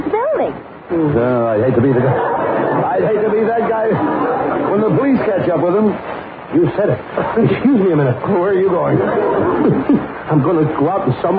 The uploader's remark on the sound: Audio is a little scratchy.